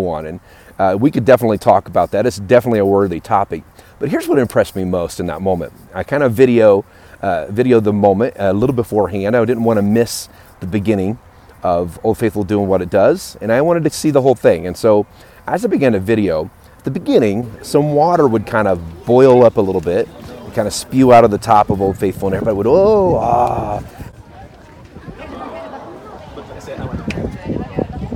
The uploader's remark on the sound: LIVE from Yellowstone National Park